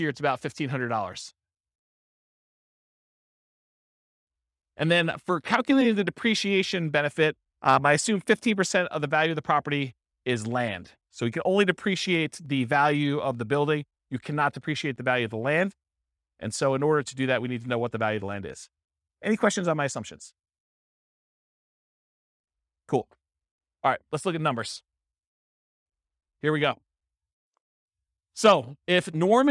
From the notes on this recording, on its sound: This was a live class recorded